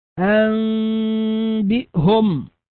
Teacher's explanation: نطقنا بالنون كأنها ميم، إلا أننا لم نطبق الشفتين إطباقا تاما عند النطق بهذه الميم · Term: الإقلاب